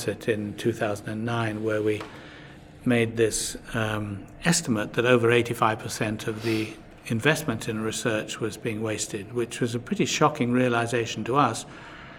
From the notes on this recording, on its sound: recorded at Evidence Live